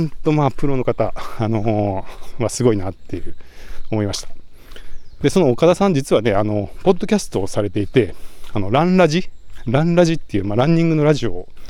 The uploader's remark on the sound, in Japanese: LAKE BIWA 100というトレランレースに行って、たくさん音声を収録し、 IBUKI STATION で配信をやってきました。鈴鹿山脈を進むトップ選手の実走インタビュー！M2を持ちながら走って録ったエピソード。